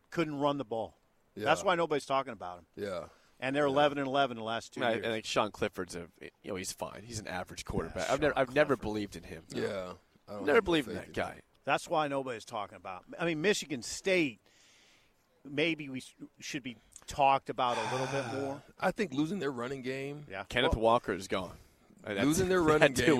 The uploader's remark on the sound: Big Ten Media Day live from Indianapolis. 93.7 The Ticket's coverage of 2022 B1G Media Days at Lucas Oil Stadium in Indianapolis.